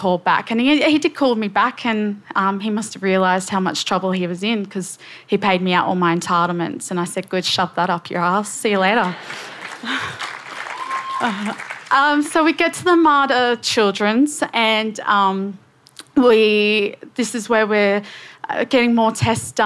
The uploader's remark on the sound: SPUN: True Stories Told in the Territory is a live storytelling event that showcases some of the extraordinary people and stories that make up the Northern Territory. Told at our event at Darwin Festival.